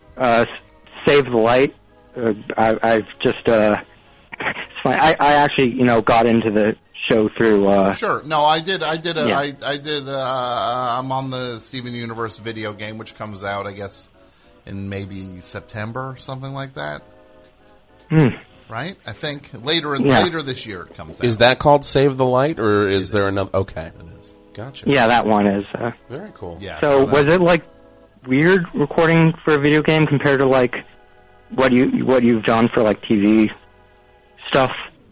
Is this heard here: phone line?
yes